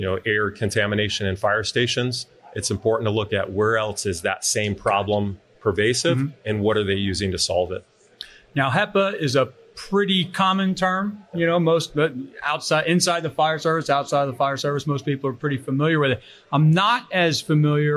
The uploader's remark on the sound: Live at FDIC